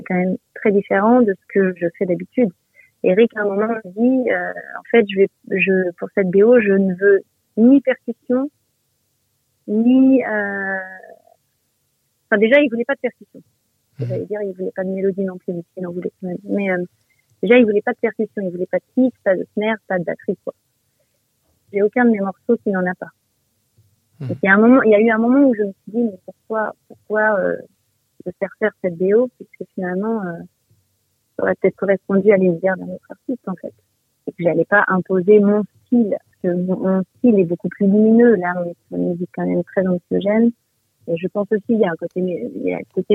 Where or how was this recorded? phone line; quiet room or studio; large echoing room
phone line